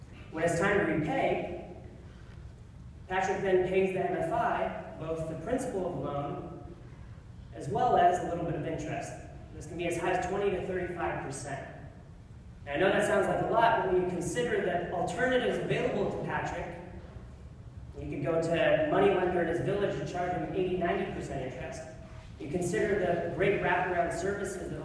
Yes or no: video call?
no